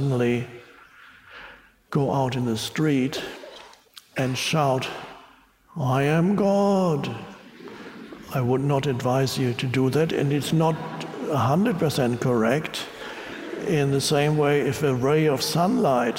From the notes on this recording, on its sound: Talk with an audience in Budapest.